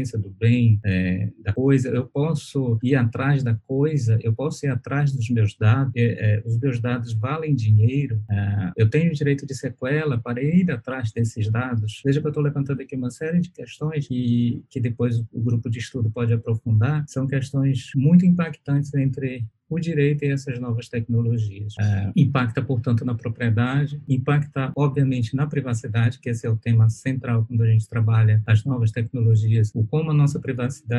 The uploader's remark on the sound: Na Faculdade Luciano Feijão, em Sobral (CE). Via Zoom.